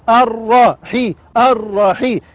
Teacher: همزة وصل تسقط وصلا نبدأ بها آ. لام شمسية مدغمة في الراء المفتوحة